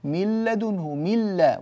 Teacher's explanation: ولا يوجد غنة من الأنف فالإدغام كامل